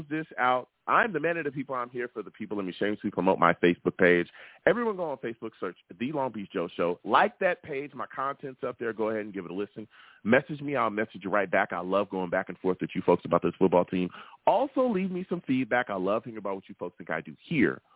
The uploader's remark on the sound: I take live callers!